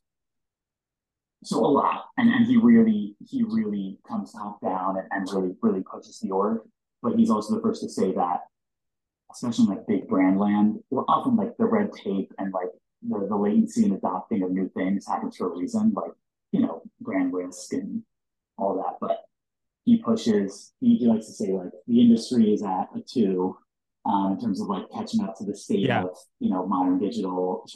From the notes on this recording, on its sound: APOLOGIES ON THE AUDIO QUALITY